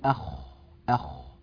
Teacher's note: الخاء حرف يجري معه النفس ويجري معه الصوت